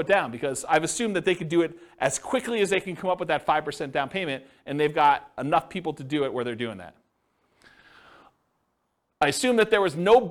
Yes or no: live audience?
yes